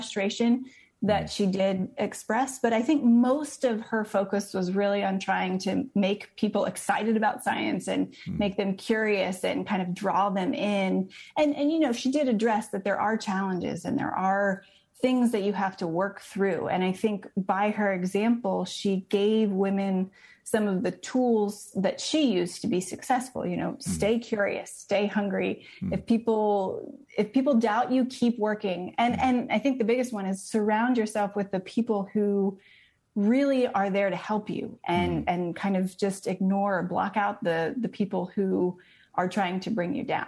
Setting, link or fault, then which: link, video call